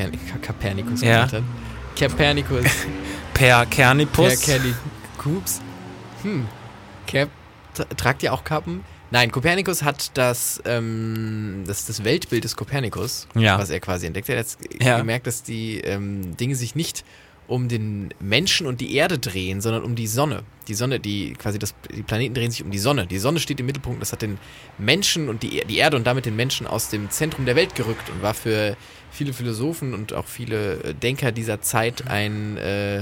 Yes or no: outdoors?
yes